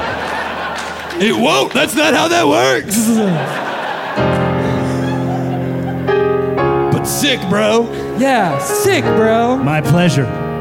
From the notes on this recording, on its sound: This very special live edition of OFF BOOK from the Now Hear This: Podcast Festival.